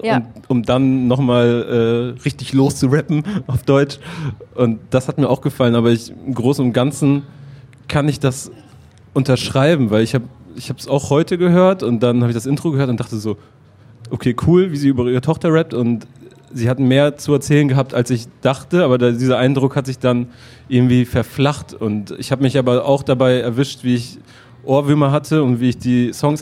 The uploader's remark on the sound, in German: In der Live-Ausgabe vom BACKSPIN-Stammtisch beim diesjährigen Reeperbahn Festival.